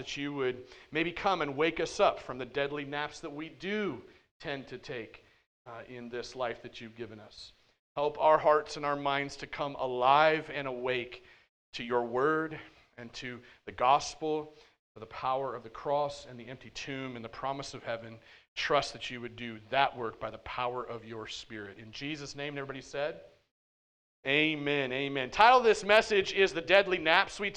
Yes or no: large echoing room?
yes